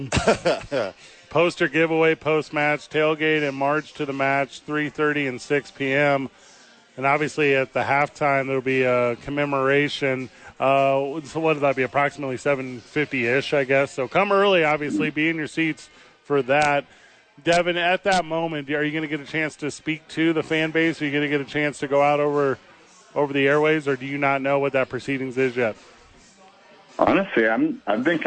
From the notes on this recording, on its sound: live at Hollow Spirits